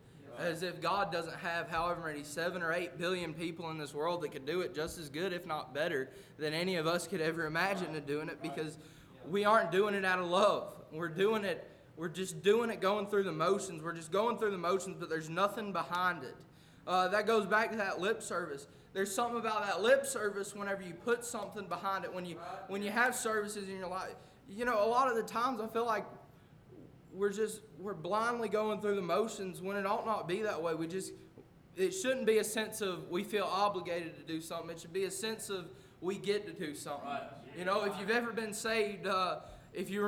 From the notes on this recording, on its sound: A message preached at Crossroads Baptist Church